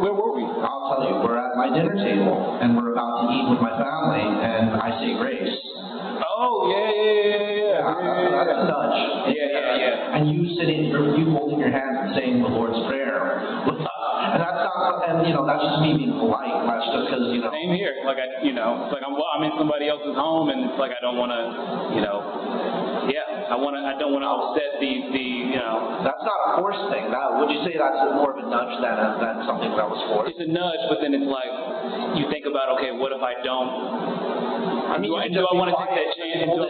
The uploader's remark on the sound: I know the sound is shit, I'm still figuring things out